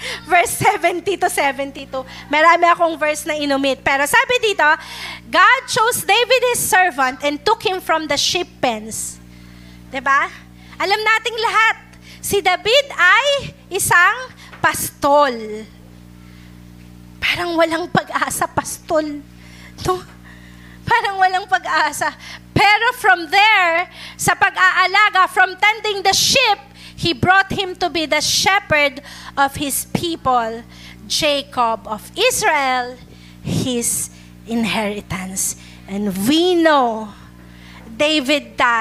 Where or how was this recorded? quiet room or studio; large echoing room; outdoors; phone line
large echoing room